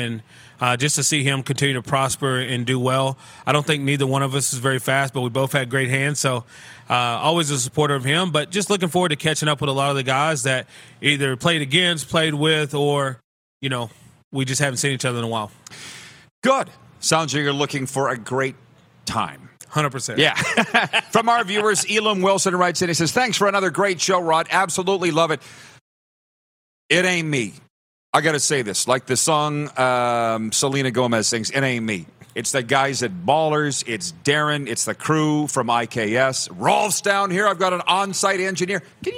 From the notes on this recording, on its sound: Welcome back to Grey Cup Week in Regina, SK! We are LIVE from Baller's Rec Room.